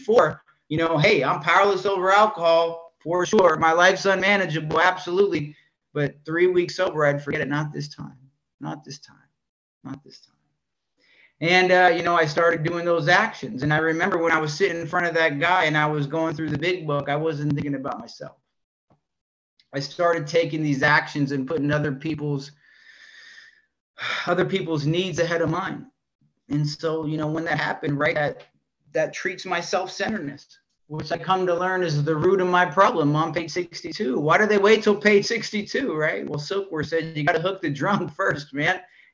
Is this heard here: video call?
yes